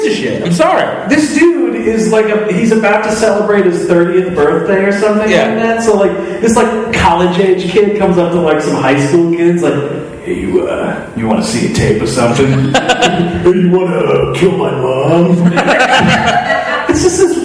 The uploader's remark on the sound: (LIVE). Recorded live (poorly) at the People's Improv Theater in New York City.